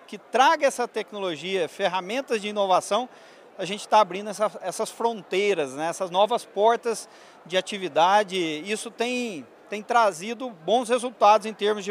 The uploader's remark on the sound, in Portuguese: Prosa na prateleira de cima gravada durante o Congresso Nacional Andav.